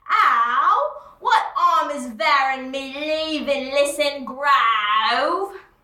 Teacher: when it comes to H's, you drop all of them, make sure that no H's come through